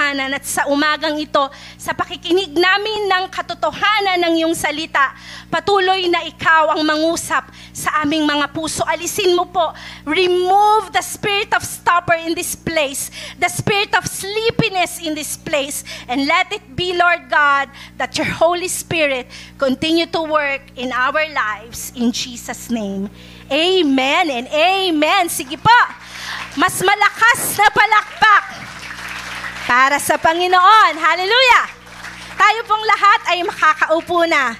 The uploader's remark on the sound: Recorded live at The Shepherd Of Faith Family Church on October 23, 2022.